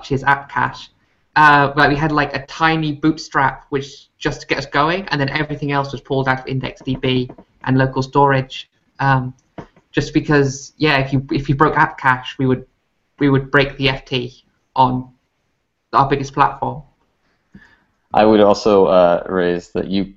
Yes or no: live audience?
no